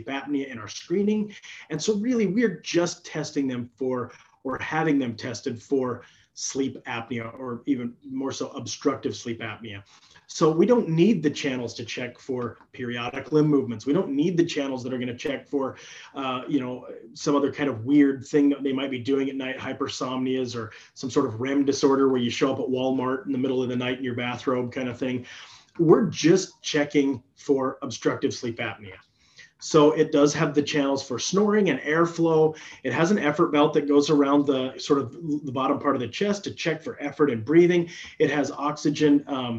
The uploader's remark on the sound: During this live interactive webinar